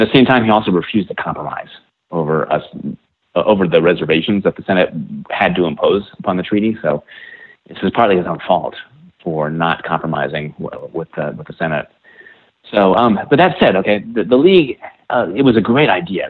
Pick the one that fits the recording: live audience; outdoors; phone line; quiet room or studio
phone line